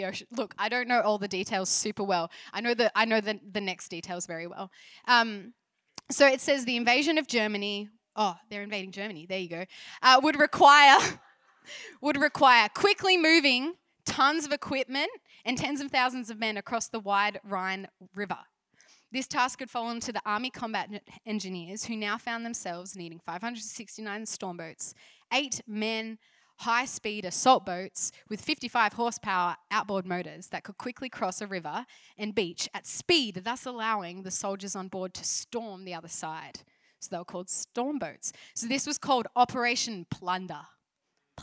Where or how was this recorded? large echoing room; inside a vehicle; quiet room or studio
large echoing room